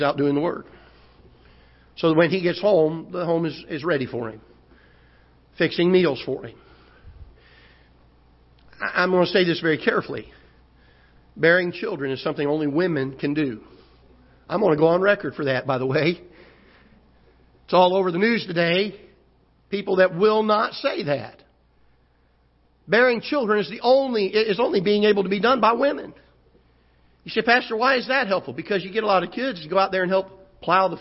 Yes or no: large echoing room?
yes